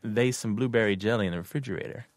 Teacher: the dialect pronunciation of they instead of there is or theirs. So she'd say something like, they some blueberry jelly in the refrigerator.